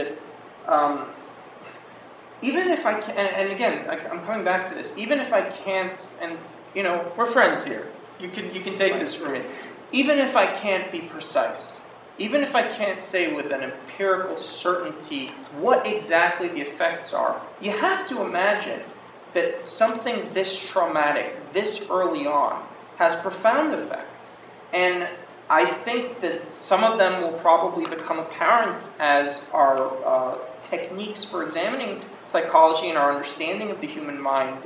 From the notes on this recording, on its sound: This is a recording of the Introduction and Q&A around the first screening of the Cut Tour. This screening took place in the Pasadena Public Library.